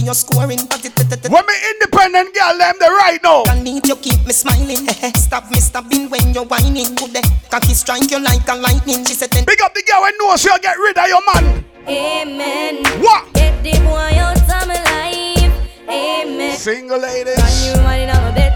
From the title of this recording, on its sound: BDAY PARTY (LIVE AUDIO)